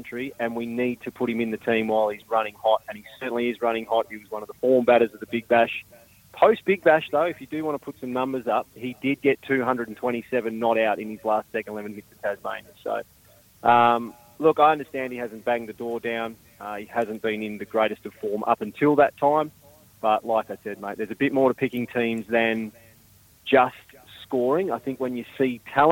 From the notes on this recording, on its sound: Calling in from parts unknown.